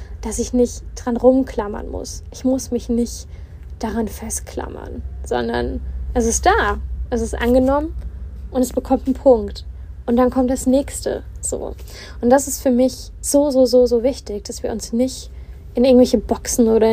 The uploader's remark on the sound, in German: Live aus dem Van. In der heutigen Folge schnacken wir live aus dem Van.